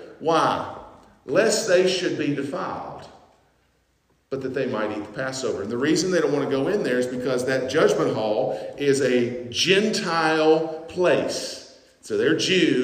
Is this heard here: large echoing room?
yes